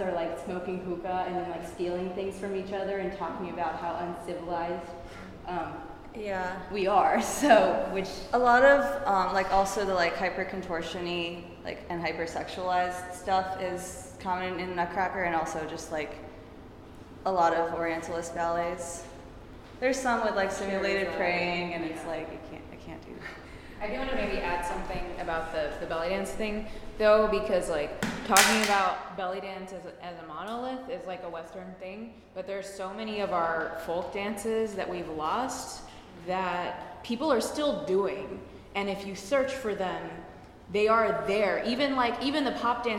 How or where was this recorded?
busy venue